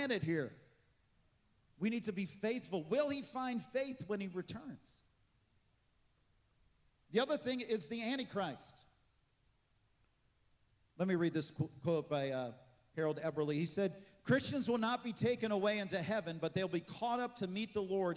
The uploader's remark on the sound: This message was recorded on July 16, 2023, at Gateway Church in Richmond, Indiana.